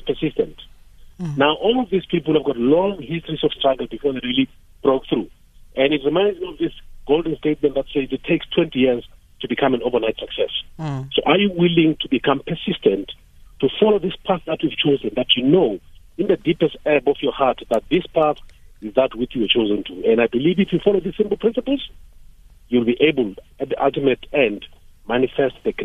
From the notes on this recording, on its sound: Guest (phone)